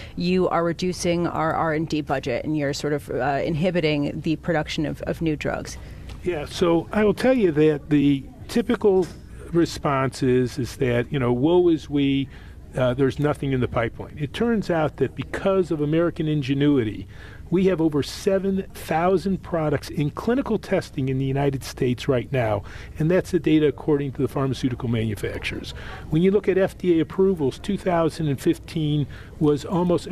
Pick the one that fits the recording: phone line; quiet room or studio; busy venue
busy venue